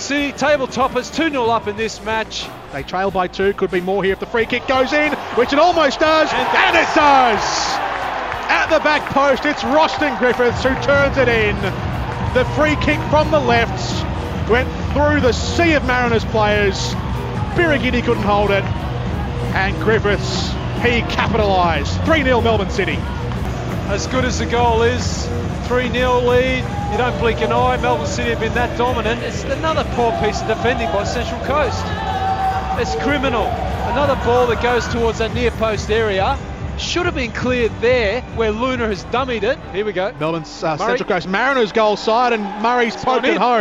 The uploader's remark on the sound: called this one from a wet and miserable AAMI Park